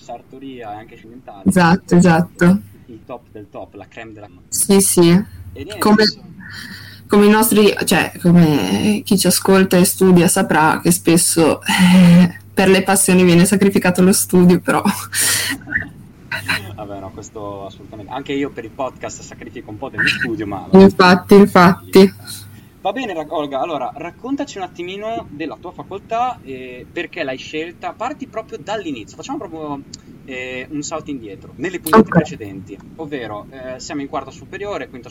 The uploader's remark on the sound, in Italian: Al di là dei problemi audio che contraddistinguono oramai il nostro podcast, e per cui ci scusiamo